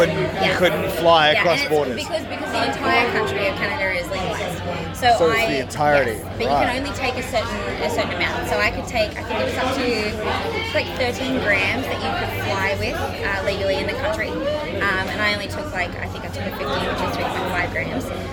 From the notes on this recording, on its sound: There is a lot of background noise, which gets louder as the episode progresses.